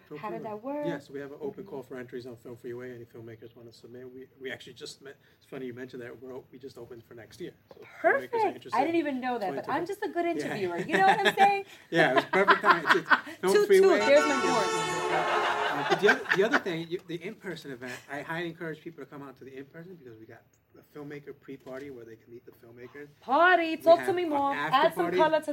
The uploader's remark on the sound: Live from the Regal Essex Crossing movie theatre in NYC. The Katra LatinX Film Festival returns to Regal Essex Crossing in the Lower East Side of Manhattan.